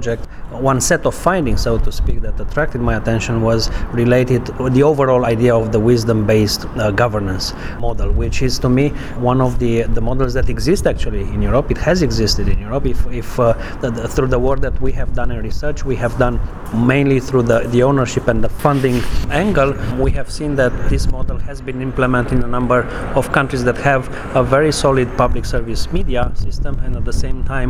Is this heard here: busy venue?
yes